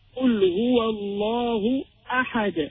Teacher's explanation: We find the Hamza is empty, the Ha as well is an empty letter, originating from the center of the throat, and the Dal, while we are placing a sukun on it, it holds the quality of Qalqala.